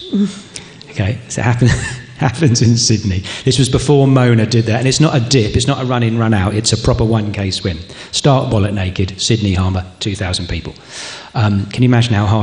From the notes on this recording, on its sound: On the Road: Live from the Castlemaine State Festival. Recorded live at the Castlemaine State Festival. Takes to the stage to be interviewed.